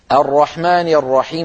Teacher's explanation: لأن العرب مثلا تقول الرحمن الرحيم، هكذا يقولون الرحمن الرحيم فيفخمون الراء